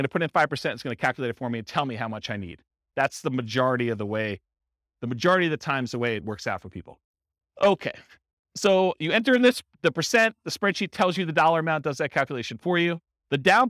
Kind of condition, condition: setting, live audience